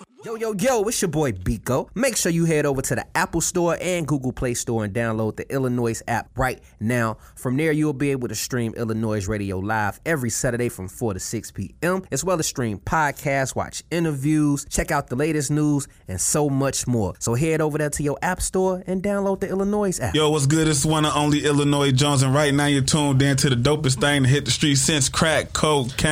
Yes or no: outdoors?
no